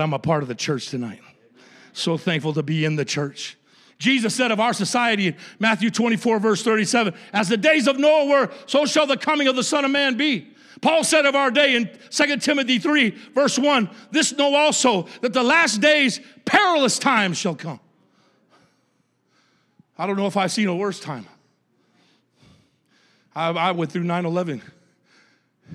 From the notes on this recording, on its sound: a service recording from Connect Point UPC